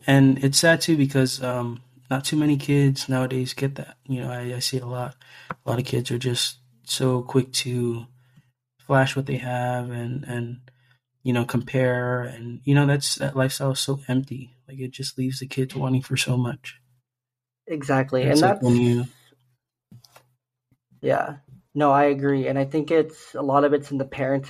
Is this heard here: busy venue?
no